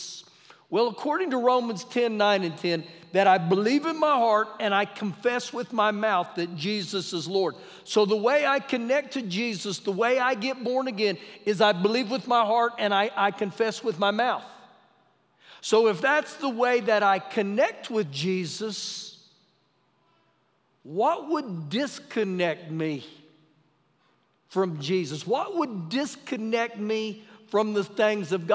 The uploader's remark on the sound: Recorded live during our Wednesday night service